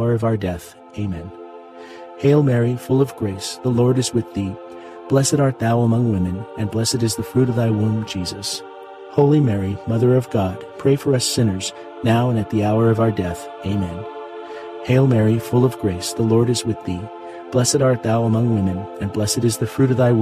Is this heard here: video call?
no